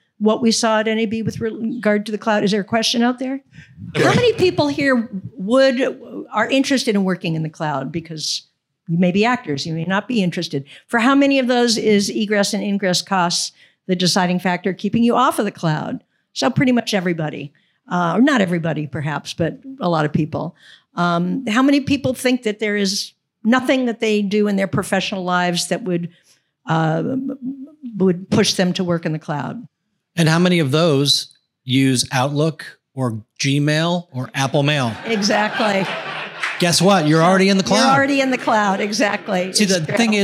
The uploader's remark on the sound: NAB Show Recap: Technology Roundtable. We held a live panel for our POSTNAB tour.